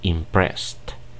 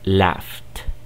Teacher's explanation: Al final se escucha el sonido de la T por la terminación ED